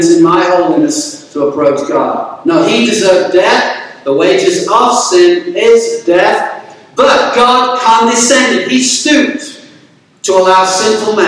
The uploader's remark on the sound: There were technical difficulties with the audio in this sermon but hopefully it is good enough for you to hear the message.